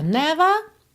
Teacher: Never, sem enrolar o R